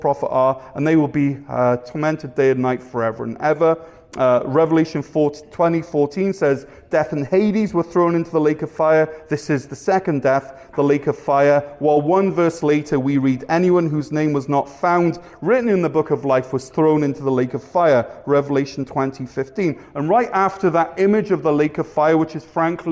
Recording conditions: large echoing room